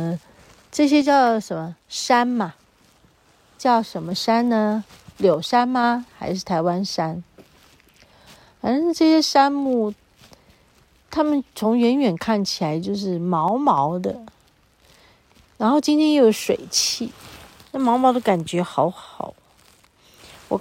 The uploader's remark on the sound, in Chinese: 延續上週造訪雪見遊崎嶇實況錄音的第二部分。在司馬限林道的某一處遇見一群鳥兒正飛到依我們路經的樹叢覓食。大自然裡的聲響也此起彼落一起吟唱。